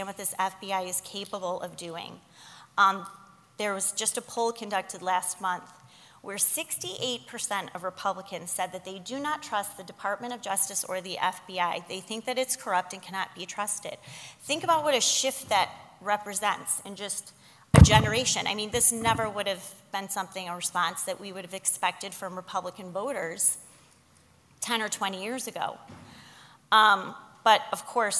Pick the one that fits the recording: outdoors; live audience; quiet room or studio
live audience